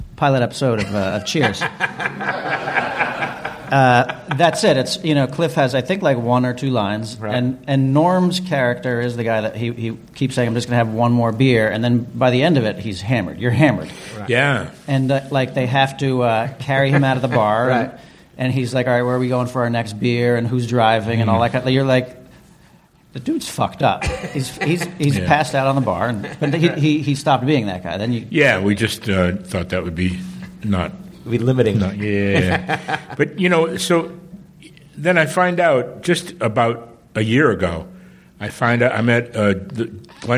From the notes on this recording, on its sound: from the stage at IO West during the The 13th Annual Los Angeles Improv Comedy Festival